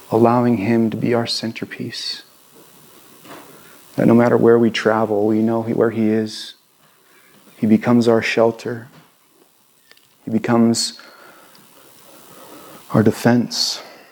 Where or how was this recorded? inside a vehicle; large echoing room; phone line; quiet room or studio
large echoing room